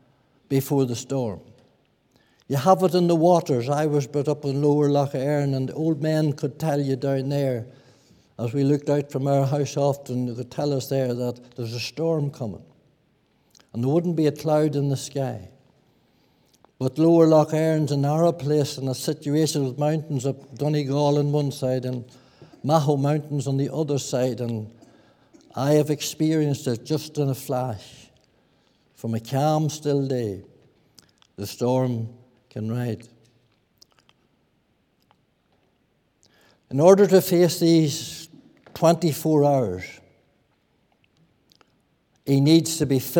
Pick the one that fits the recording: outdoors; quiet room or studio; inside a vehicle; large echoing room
large echoing room